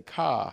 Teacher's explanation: Like a person from New England, it's hard for them to say an R or a resh at the end of a word, because they usually say ka instead of car.